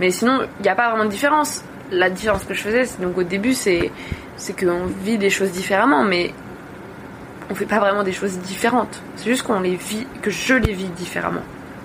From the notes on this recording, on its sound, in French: Épisode enregistré sur un cargo naviguant dans l'océan Indien